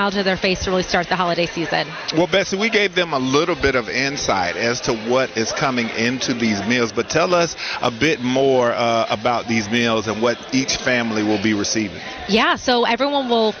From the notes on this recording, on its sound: live from Spectrum Center for the annual Hornets Cornucopia event